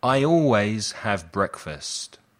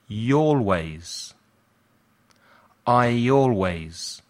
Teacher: Nota cómo el I y el always se juntan con un sonido en medio. I always. Es el sonido Y, como en las palabras yes, yesterday, yellow.